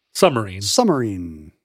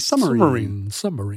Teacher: You're kind of swallowing the B.